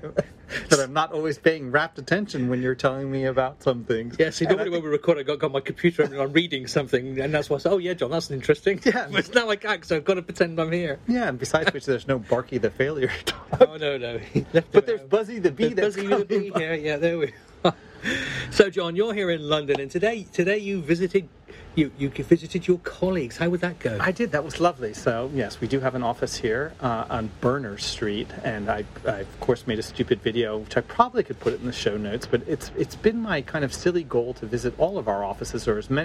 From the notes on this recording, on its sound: Coming to you live from the streets of London.